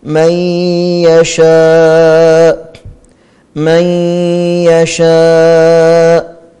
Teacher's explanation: نون ساكنة بعدها ياء، إدغام ناقص بغنة